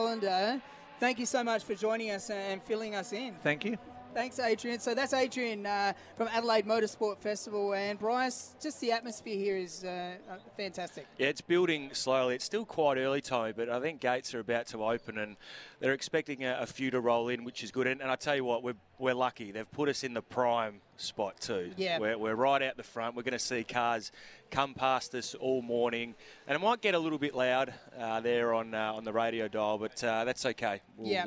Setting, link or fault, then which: setting, busy venue